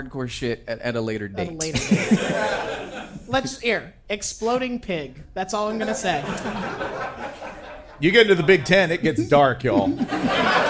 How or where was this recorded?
live audience